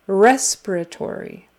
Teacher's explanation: So it's on the first syllable and then the fourth. But the strongest is on the first syllable.